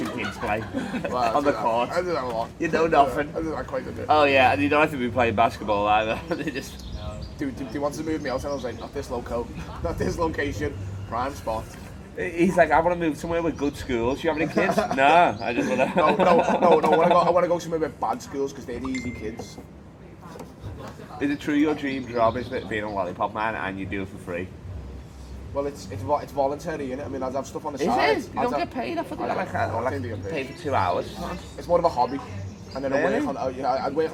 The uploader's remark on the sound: Stoned Outside. Got too stoned to live the pub so we had to record outside! We riffing in the wind.